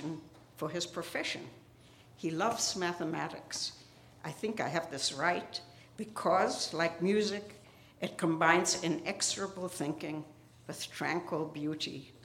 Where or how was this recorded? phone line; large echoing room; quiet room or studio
large echoing room